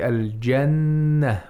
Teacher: We have ghunna in the word al-jannah. We have to hold the noon because the noon has tashdeed, has a shadda on top of it.